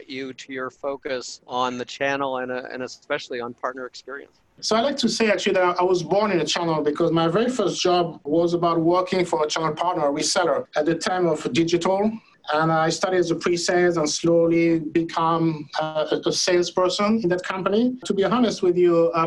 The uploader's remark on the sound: Of course it was recorded in a Zoom Room!